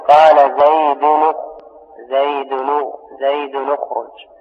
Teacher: بضم التنوين تخلصا من التقاء الساكنين